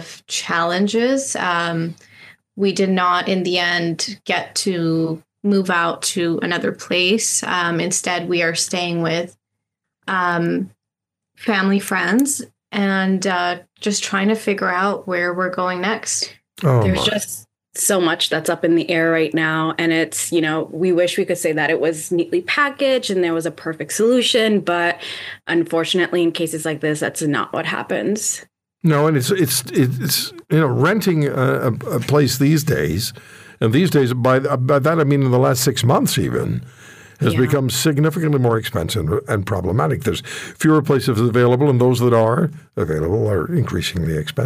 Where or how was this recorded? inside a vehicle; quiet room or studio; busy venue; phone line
quiet room or studio